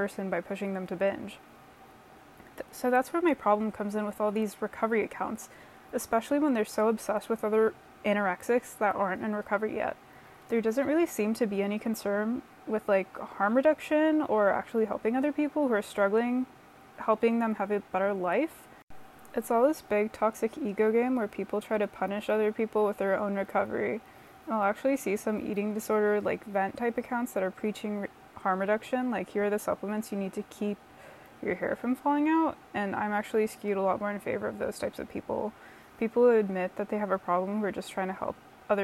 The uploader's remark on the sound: A lo-fi 10-minute debut episode with plenty of yummy ambient noise from my air purifier